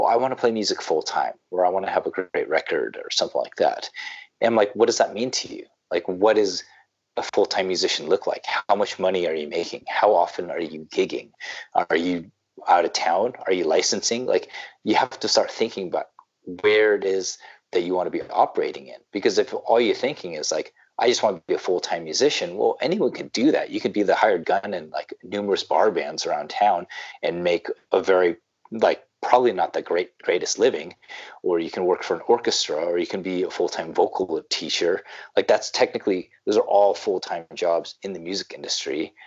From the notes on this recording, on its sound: We chatted via Skype